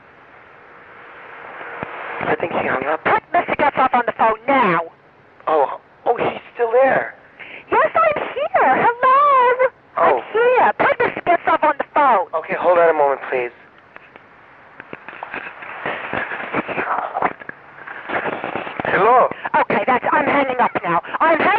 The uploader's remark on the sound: Prank Phone Calls